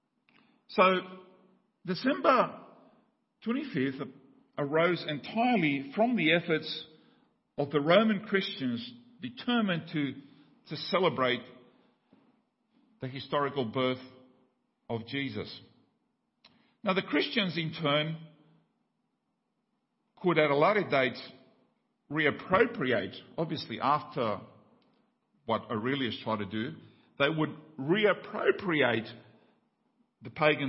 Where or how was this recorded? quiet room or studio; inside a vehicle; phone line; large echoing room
large echoing room